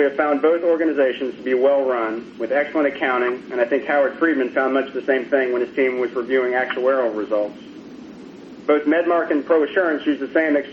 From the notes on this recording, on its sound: ProAssurance Conference Call